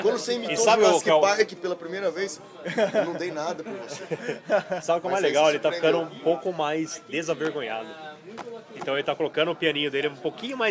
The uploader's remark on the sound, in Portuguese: Este episódio foi gravado na mesa do bar